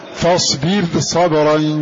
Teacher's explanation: فاصبر رقق الراء، ولا يضر وجود حرف الاستعلاء كما قلنا لأنه منفصل عنها في كلمة أخرى